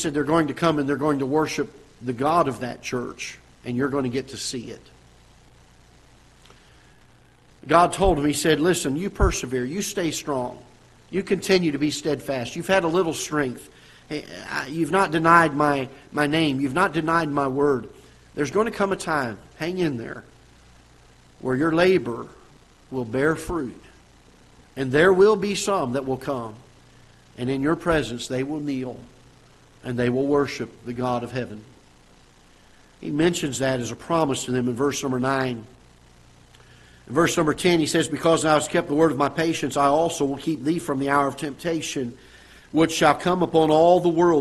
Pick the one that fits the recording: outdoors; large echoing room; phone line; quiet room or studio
large echoing room